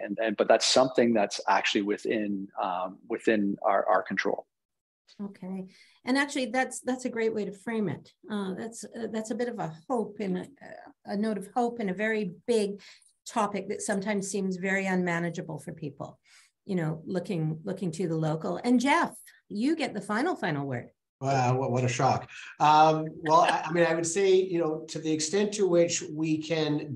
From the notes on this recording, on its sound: This live virtual event, sponsored by Scotiabank